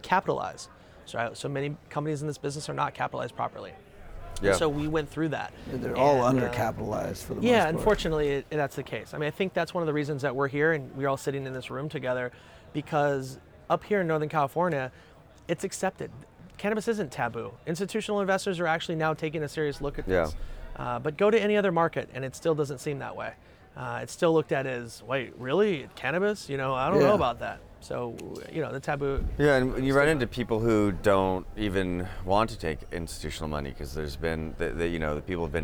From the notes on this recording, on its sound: Live from New West Summit